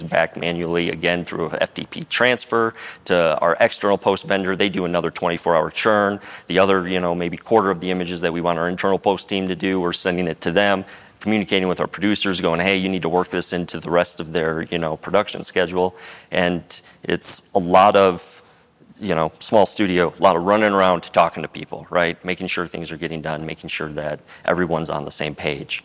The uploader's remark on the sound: Live at the Salt Lake City Studio Mixer